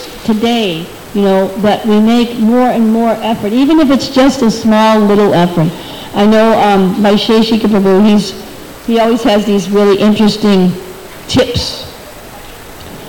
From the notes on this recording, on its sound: at the Hare Krishna Temple in Alachua, Florida